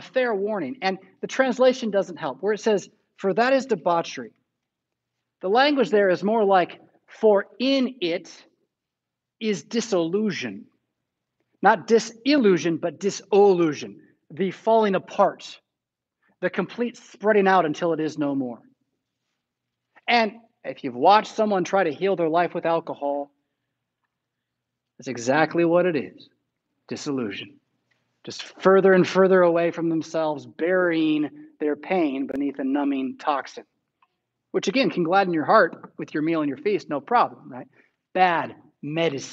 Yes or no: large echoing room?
yes